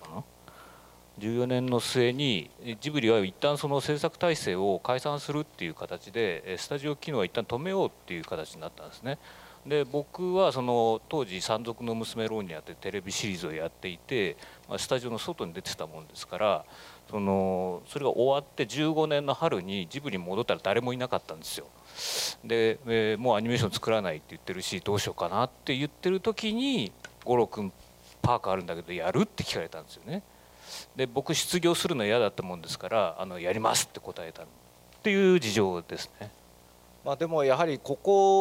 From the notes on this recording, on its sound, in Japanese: 愛知県「愛・地球博記念公園」で行われました『ジブリパーク』に関するメディア向け発表会の模様をお送りします。